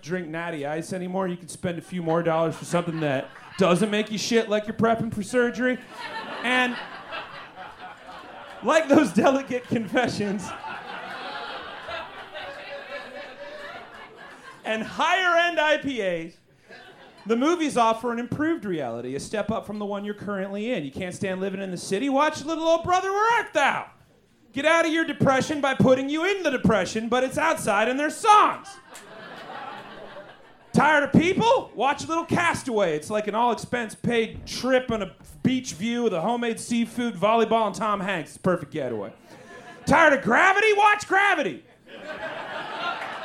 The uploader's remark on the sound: Recorded LIVE at Chicago’s Historic Green Mill Lounge on February 3rd 2024 for The Paper Machete